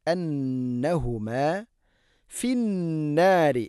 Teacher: നൂൻ മുശദ്ദഗുന, നൂനിനെ ശദ്ദ് നൽകിക്കൊണ്ട് മണിക്കണം. അന്നഹുമ ഫിന്നാരി, നൂൻ മുശദ്ദഗുന, ശദ്ദുണ്ട്, നൂന് മണിക്കണം.